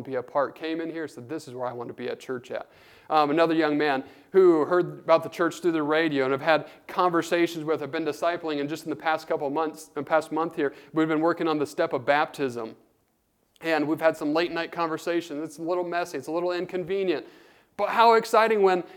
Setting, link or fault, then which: setting, large echoing room